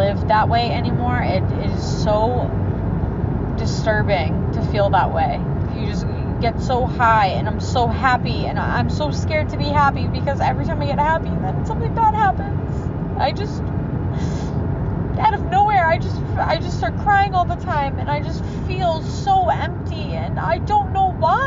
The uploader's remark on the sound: I'm sharing a very intimate recording - my first recording ever. I apologize for the audio - it was never meant for podcast content.